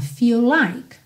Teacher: feel termina em L, like começa em L, um L só